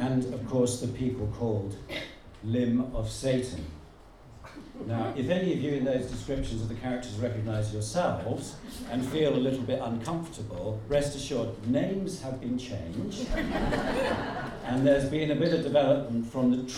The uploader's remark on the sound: At the Chiswick LocaL Writer's Party. At the 14th Chiswick Book Festival , at the local authors party, where the writers have 2 minutes against the clock to talk about their books - or get ‘horned’ off!